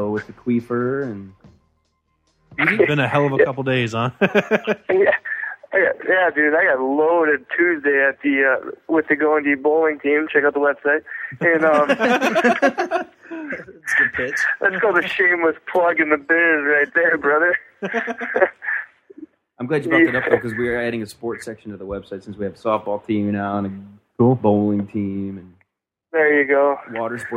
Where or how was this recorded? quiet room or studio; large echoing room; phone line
phone line